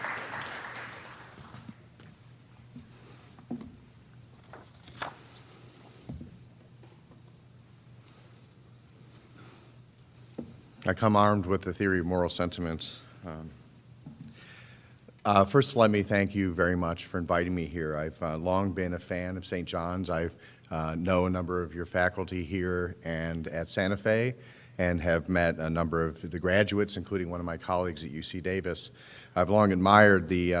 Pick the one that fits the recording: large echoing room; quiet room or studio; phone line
large echoing room